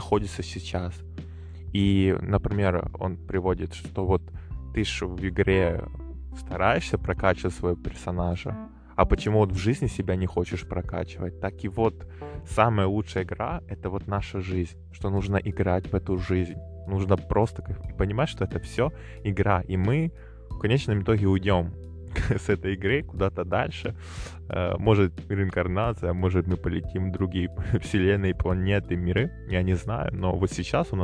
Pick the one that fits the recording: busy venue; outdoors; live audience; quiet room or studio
outdoors